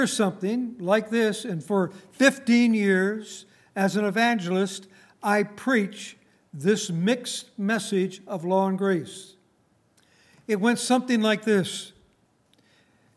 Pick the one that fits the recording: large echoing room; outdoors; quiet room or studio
large echoing room